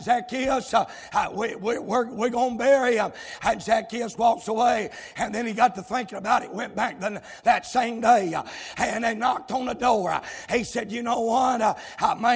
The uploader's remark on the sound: live, from Landrum Independent Baptist Church.